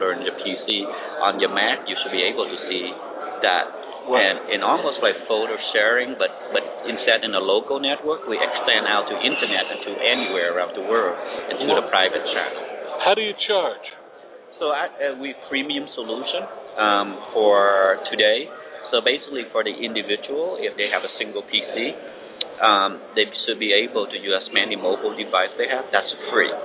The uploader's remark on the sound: Live From The SMB Cloud Expo